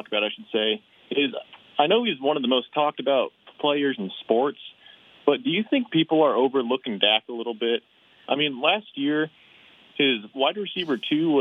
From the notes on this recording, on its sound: takes a handful of phone calls